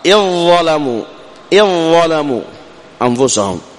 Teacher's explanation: أدغمنا الذال حرف الذال في الضاء فصارت إذ ظلموا أنفسهم.